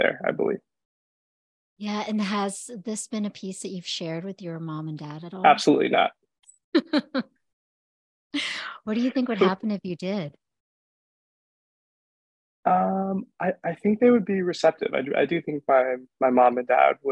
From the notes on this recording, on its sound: This live, virtual event